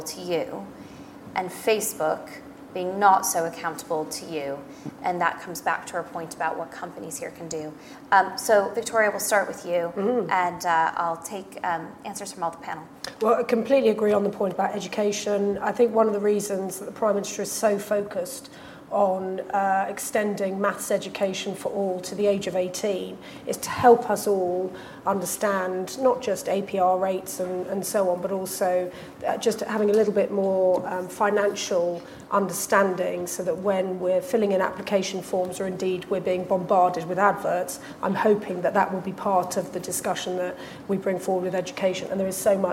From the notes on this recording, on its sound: hosted at Conservative Party Conference